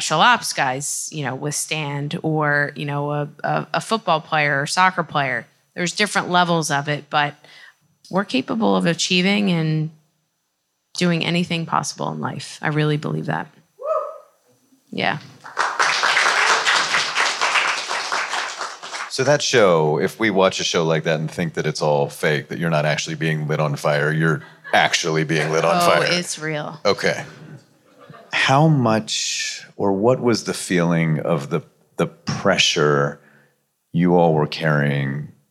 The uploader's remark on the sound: special live taping of In the Moment